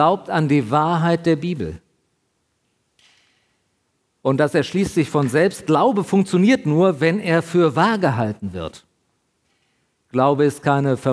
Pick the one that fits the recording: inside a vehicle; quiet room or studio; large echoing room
large echoing room